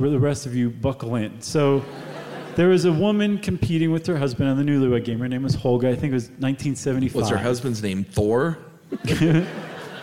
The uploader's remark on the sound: at the Gothic Theatre in Denver for this live show